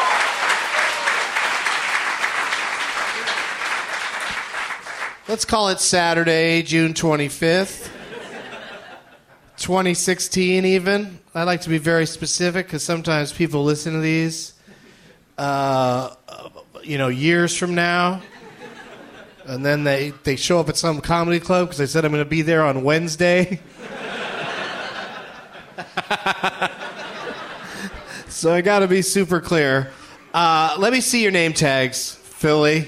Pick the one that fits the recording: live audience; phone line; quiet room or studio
live audience